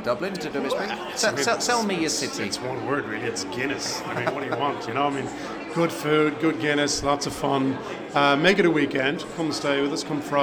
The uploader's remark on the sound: Anybody else he found hanging around at the Spring Convention – Fusion Live.